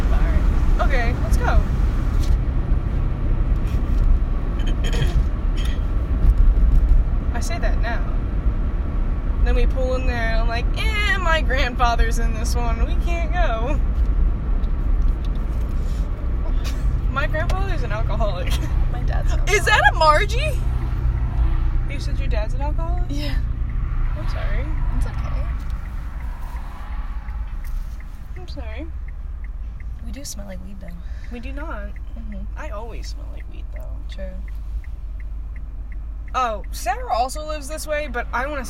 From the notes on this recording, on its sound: Went to her moms apartment. When we were asked to leave but I forgot to shut off the mic so enjoy these theories as we drive.